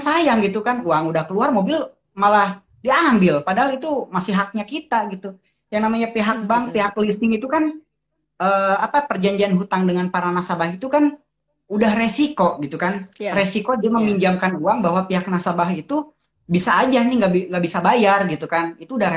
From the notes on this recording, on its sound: Via IG Live.